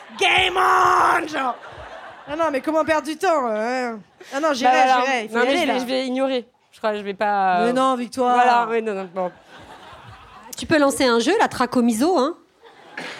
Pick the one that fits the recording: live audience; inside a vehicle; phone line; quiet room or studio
live audience